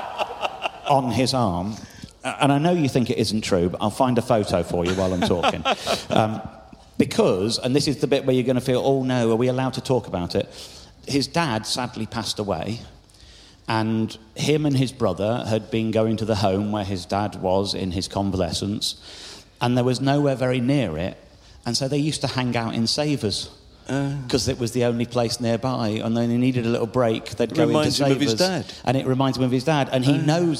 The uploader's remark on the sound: Recorded LIVE in-front of 1,200 people at Kite Festival in Oxfordshire!